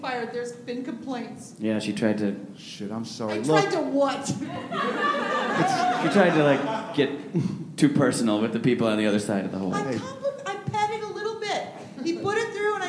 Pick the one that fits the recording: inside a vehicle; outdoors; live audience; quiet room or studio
live audience